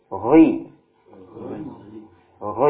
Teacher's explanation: Cara menebalkannya, yakni pangkal lidah agak naik sedikit.